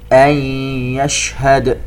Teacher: التفشي في حرف الشين، أي انتشار الصوت